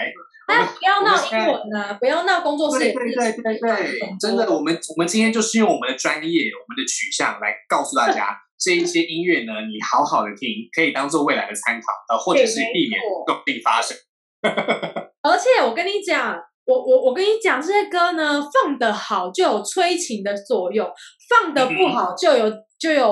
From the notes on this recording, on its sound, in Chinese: 本集採遠距錄音，因網路問題，時有斷訊、音訊不良或是雜音狀況產生